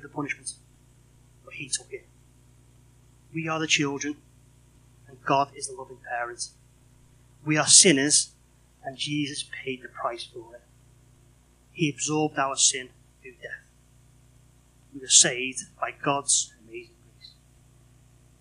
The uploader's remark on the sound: Unfortunately our recording had a fault this week so it has been edited to ensure listening comfort